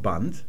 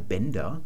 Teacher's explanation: da schreiben wir hinten ein D, obwohl wir ein T sprechen, also einen stimmlosen Verschlusslaut und keinen stimmhaften · Shown in: first take · Term: Auslautverhärtung